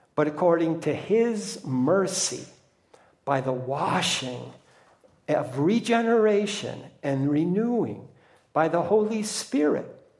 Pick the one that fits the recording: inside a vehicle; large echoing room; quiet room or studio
large echoing room